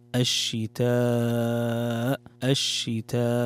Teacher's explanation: مد متصل يمد بمقدار 4 حركات